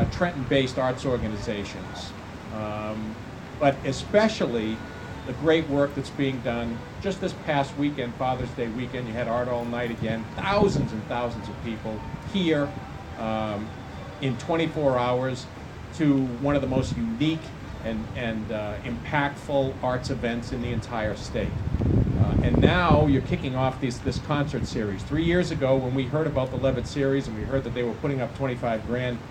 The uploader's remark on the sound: Recording of the 2017 Levitt Amp Trenton Summer Concert Series Press Conference in Mill Hill Park.